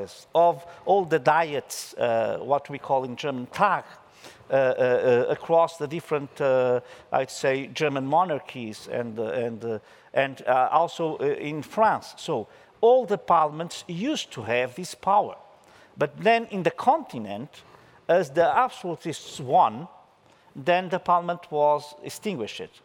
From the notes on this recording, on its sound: This episode was originally a live event. In the European Parliament in Brussels.